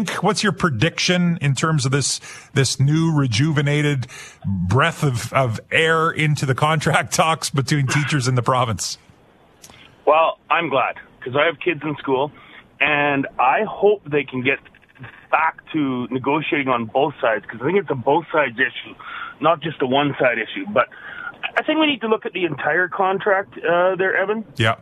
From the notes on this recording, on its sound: Open Lines. Opens up the phone lines to take your calls.